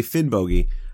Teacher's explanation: I'm putting too much emphasis on the O in the second syllable, but I would say that the hard G that I'm using in Finnbogi is much closer to the Old Norse than the soft Y that you find in the modern Icelandic.